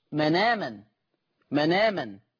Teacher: قرأ ورش بنقل حركة الهمزة إلى الساكن قبلها